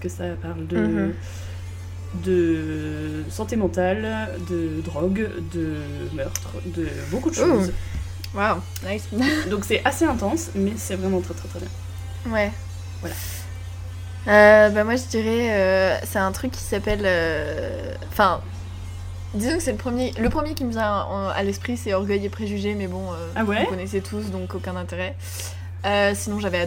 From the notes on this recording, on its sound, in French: Pour fêter ça un épisode spécial, placé sous le signe des bruits de travaux insupportables! Vraiment désolée pour ça j'avais pas réalisé leur volume en enregistrant.